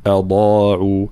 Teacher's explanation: كلمة أضاعوا، ترقيق الهمزة وتفخيم الضاد، هذه طبعا أضاعوا بالضاد، والضاد مخرجها حافة اللسان مع ما يحاذيها من الأضراس من الجهة اليمنى أو اليسرى